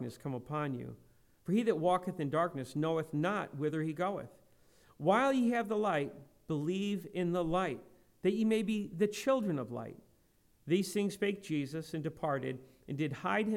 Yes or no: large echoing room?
yes